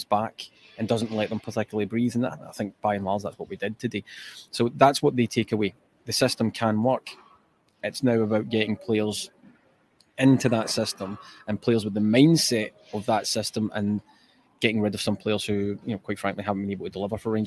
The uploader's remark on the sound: Live Match Reaction from Ibrox